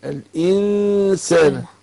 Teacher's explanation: يبقى انا بخفي النون في نفسها واكون مجهز للسين · Term: إخفاء